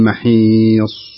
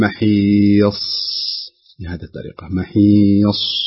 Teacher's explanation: أيضا يعني هناك ملحظ على بعض من يقف على هذا الصاد هذه فيكز الشفه عند النطق بها فيقول محيص، فيكز الشفه. والصحيح ألا يكون هناك كز للشفه، لأن كز الشفه يدل على أن هناك ضمة · Shown in: second take · Term: بدون كذا شفه